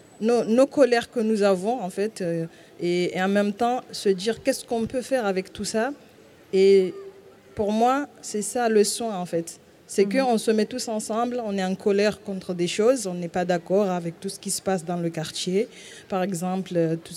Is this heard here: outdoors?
yes